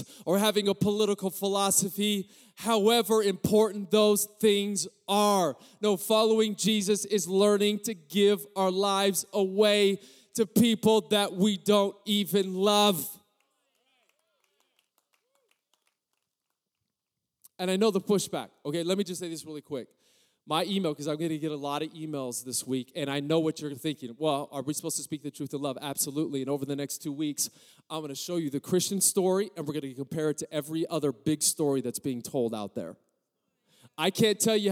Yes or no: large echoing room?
yes